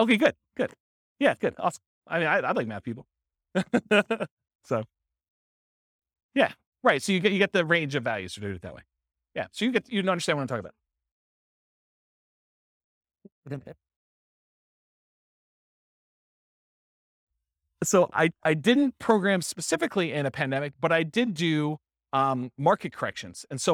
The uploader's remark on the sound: This was a live class recorded